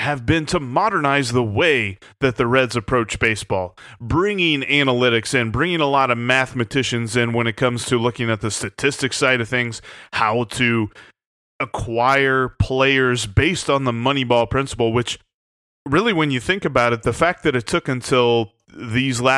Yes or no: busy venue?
no